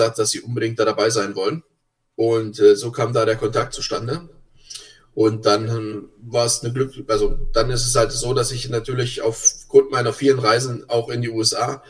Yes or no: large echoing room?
no